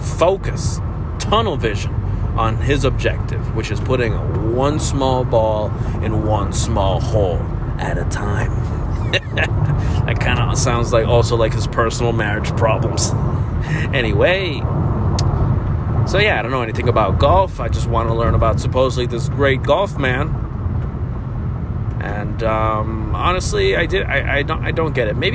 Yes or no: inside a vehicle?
yes